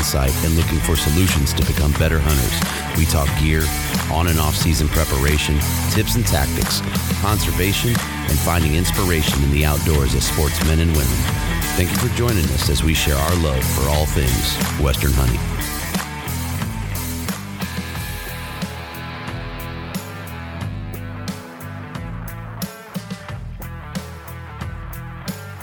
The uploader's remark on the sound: Live from Mountain Archery Fest